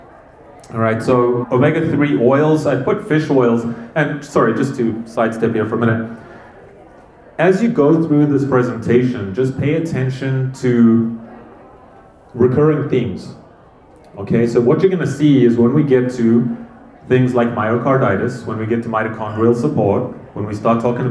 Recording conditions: live audience